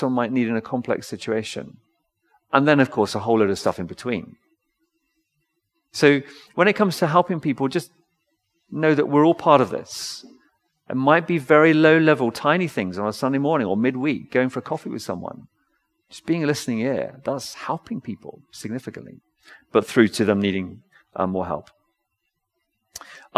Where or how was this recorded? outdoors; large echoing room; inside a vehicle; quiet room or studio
large echoing room